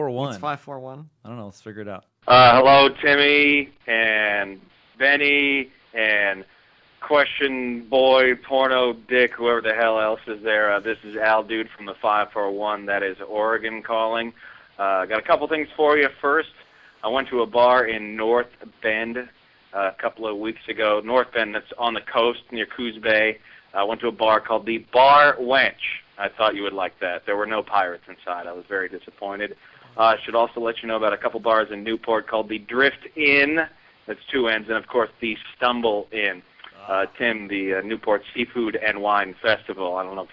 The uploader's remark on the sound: Calls come from Oregon and "the Houston area" -- but nothing from Australia or Latin America.